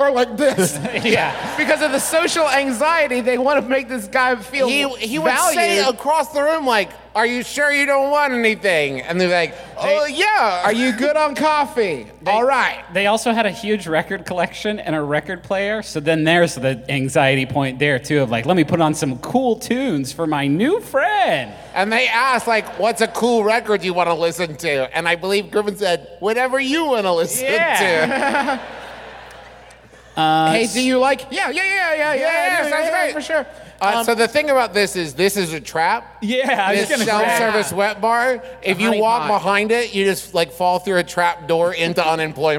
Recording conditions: live audience